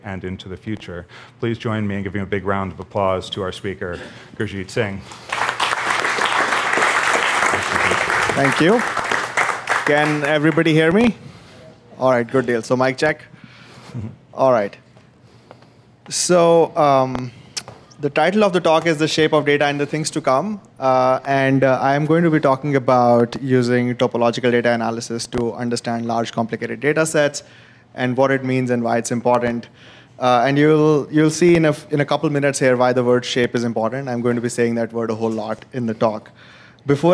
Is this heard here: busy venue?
yes